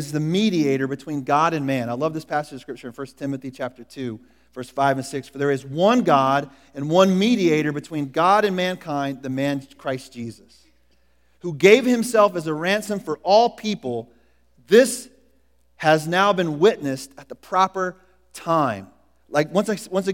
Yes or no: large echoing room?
yes